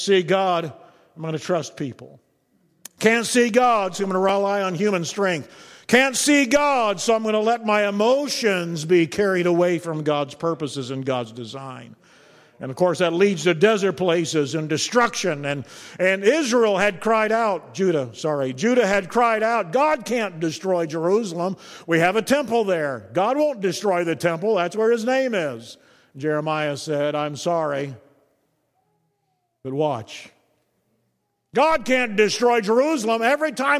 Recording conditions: large echoing room